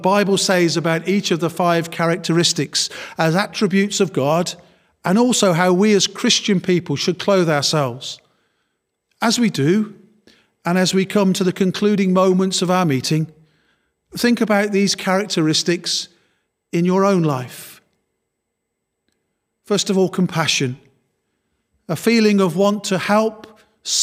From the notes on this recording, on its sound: Worship from Morley Salvation Army, originally broadcast live in March 2021